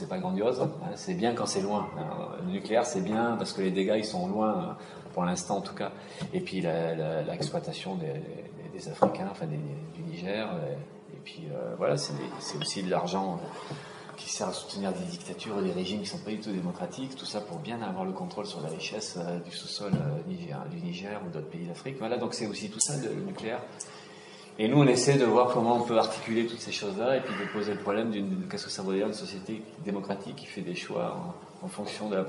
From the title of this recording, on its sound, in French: la conférence de presse comme si vous y étiez